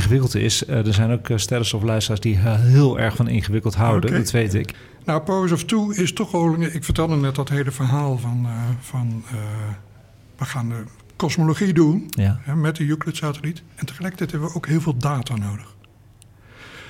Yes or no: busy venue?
yes